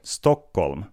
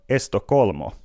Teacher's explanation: Espanjassa taas kaupungin nimi on Estocolmo, on siis lisätty vokaali sekä alkuun että loppuun · Shown in: second take